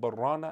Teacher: You could read barrana, and everyone knows that's Arab, that the word is bal rana, but it doesn't sound like it's that because of the way that there's an idgham that comes emerging between the ba and the ra, barrana. And so the lam is completely missed out.